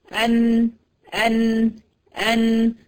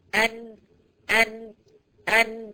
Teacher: سديت الفتحتين بتوع انفي بصوابعي، خرجت النون ايه؟ مكتومه، وخرجت نون مش فصيحه خالص · Shown in: second take